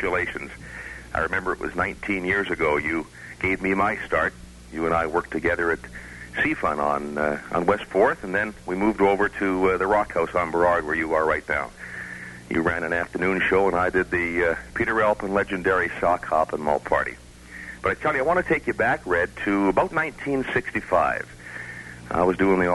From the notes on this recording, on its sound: This is full of surprise in studio and call in guests as the broadcast community of Western Canada and the Northwest US say farewell.